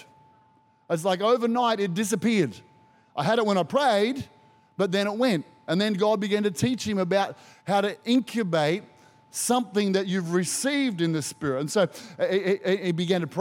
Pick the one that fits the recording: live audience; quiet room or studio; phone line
live audience